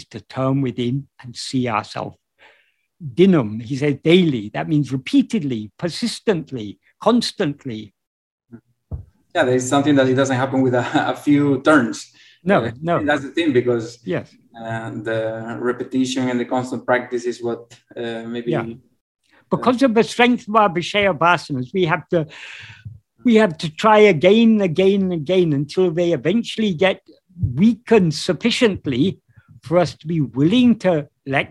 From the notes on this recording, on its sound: In a Zoom meeting.